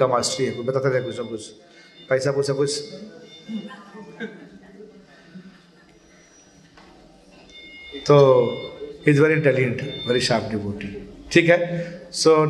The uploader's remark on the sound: Mayapur Yatra 2020. Audience : Camp devotees.